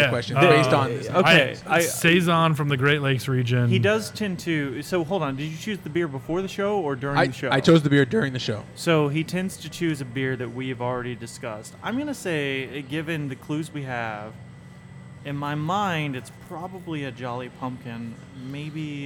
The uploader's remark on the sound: on location at Round Town Brewery